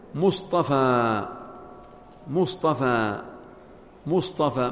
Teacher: تبدل الطاء من تاء الافتعال حال كونها بعد حرف مطبق